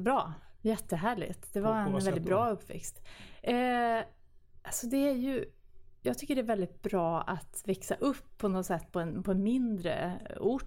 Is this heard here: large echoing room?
no